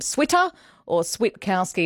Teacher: making sure there's that emphasis on the T